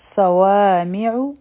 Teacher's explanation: صاد غټ حرف دی د سیټي آواز پکې هم دی و حرفي مده دی دوه هر کبیره را کاږو.